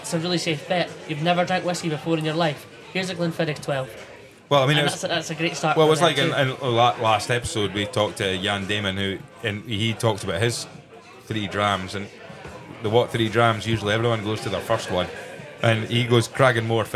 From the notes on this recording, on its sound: We had a great laugh recording this episode in Bennets Bar, Edinburgh.